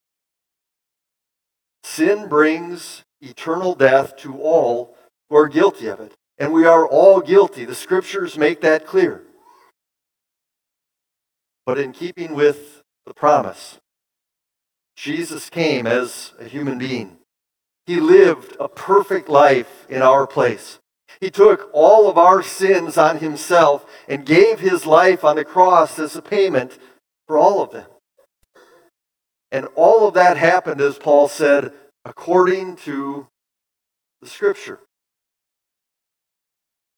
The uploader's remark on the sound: Bethany, Appleton, WI. Preached this sermon at Bethany's Easter Sunday worship on April 9, 2023.